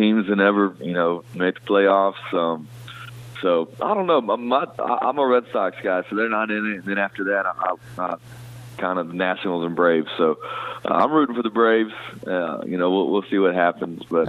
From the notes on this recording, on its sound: calls into the … In The Morning show